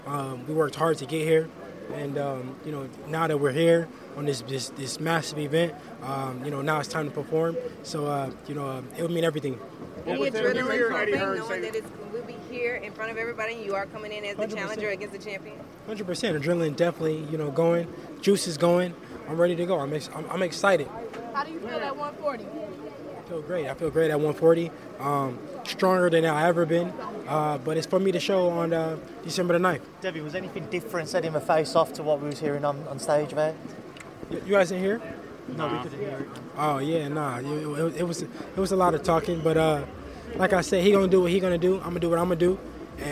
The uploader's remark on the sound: at the press conference in San Francisco